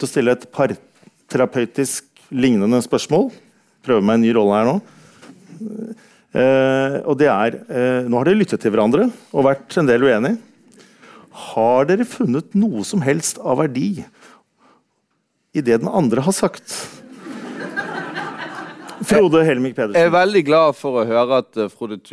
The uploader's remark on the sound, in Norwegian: litt terapi på scenen, med publikum